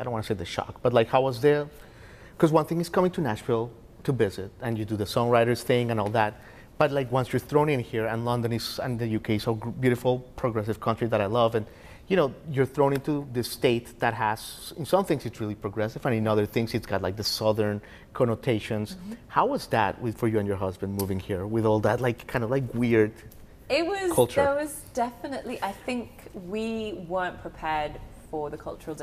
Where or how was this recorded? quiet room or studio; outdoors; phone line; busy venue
busy venue